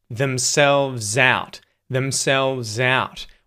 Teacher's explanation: We link that z sound at the end of themselves to the start of the word out because it starts with a vowel sound. · Term: connected speech